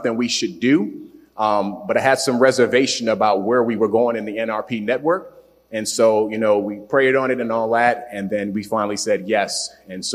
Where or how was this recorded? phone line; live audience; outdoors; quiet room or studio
live audience